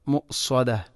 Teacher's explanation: ഇവിടെ പലപ്പോഴും നാറും മുഅസദ മുഅസദ എന്നാണ് വായിക്കാറുള്ളത്. ഹംസക്ക് സുക്കൂൻ വന്നാൽ അതിനെ കൽകല ചെയ്യാൻ പാടില്ല. മുഅസദ മുഅസദ, അങ്ങനെ തന്നെ വായിക്കണം.